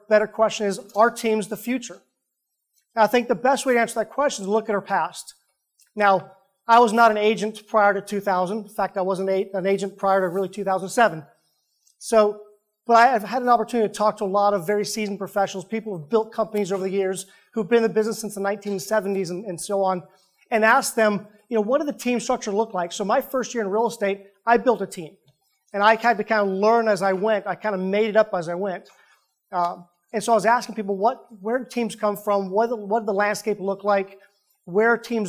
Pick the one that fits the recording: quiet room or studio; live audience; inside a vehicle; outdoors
live audience